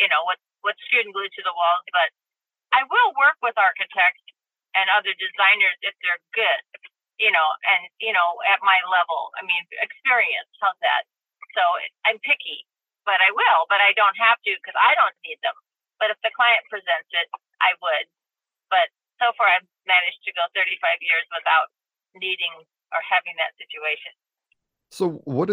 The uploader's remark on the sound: Heads up about the audio quality. Was in between work sites and actually did the interview from her vehicle on her phone. I've tried to clean it up as much as I can, but don't come into this one expecting studio quality audio from our expert today.